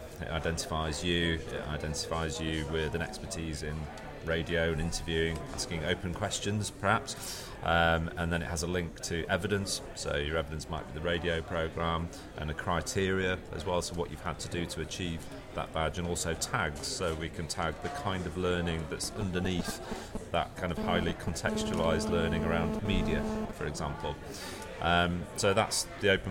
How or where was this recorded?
busy venue